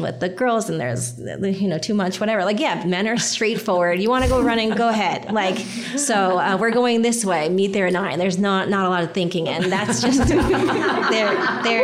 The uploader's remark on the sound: This is a live recording. To celebrate 50 years of women running the Boston Marathon.